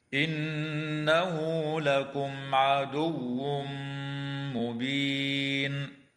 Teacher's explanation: ويدغم التنوين في الميم مع الغنة في قوله تعالى عدو مبين